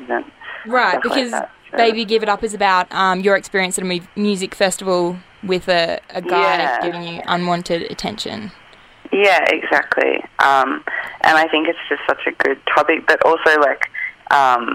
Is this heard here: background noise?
no